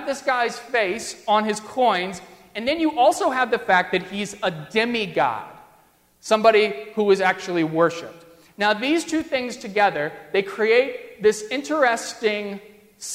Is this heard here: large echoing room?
yes